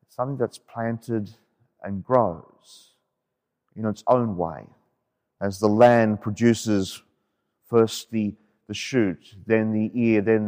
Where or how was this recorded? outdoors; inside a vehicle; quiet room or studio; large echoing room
large echoing room